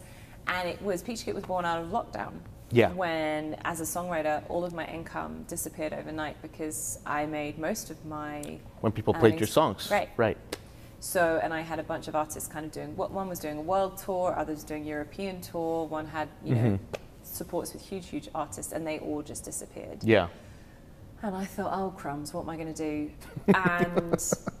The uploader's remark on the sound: LIVE! From The Space at 100 Taylor